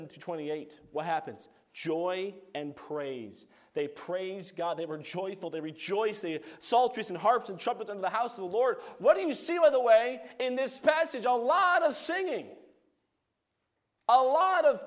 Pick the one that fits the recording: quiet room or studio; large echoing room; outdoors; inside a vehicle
large echoing room